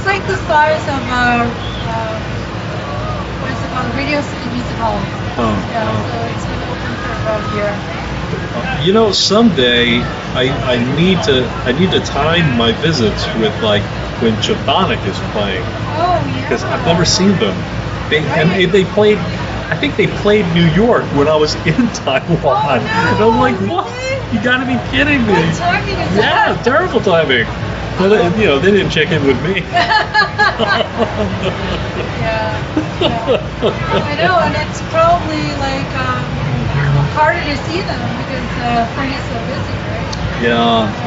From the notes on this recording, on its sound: Our Interview LIVE at Passport to Taiwan. Podcasting booth at Passport to Taiwan. This is the first of several live interviews we recorded at our outdoor on-location podcasting booth. Some of the people who walked by and stopped by to say hello. We were also thrilled to meet and talk to some of our listeners who stopped by our booth.